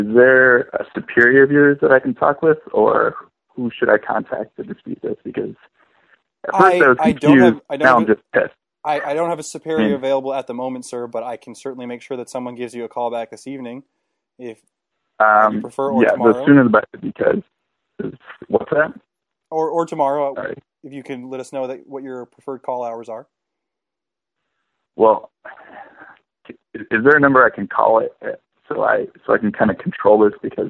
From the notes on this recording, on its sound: Prank Phone Calls